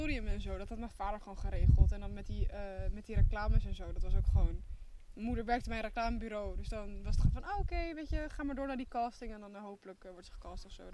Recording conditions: wind noise